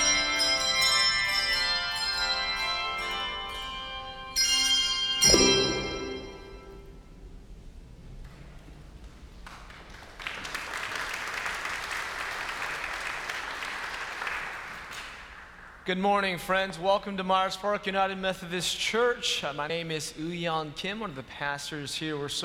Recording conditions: large echoing room